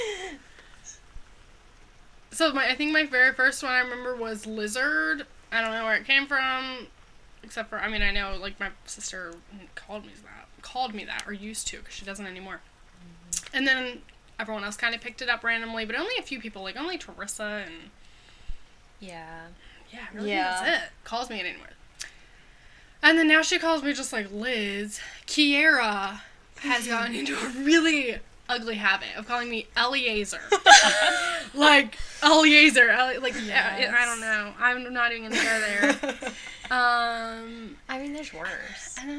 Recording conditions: sounds in the background